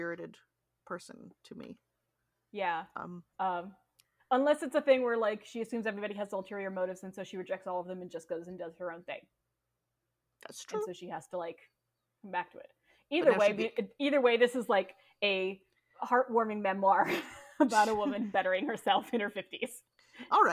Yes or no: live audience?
no